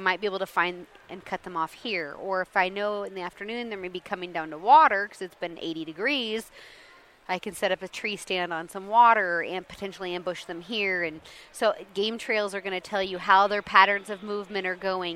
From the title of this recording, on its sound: at the International Sportsman's Expo